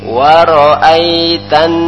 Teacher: huruf nun bertasdid di situ ditahan dua rakaat dengan berdengung